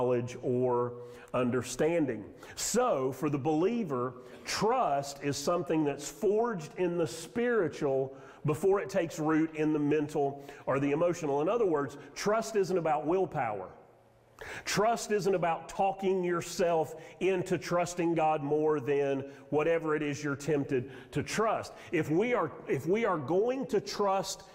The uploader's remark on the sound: Sermon audio from Mission Church in Locust, NC.